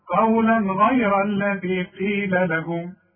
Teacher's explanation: عندي تنوين وبعده غين، والغين من حروف الاظهار ما غنش